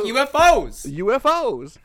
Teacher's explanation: I end my sentences like this: I come down and then up again.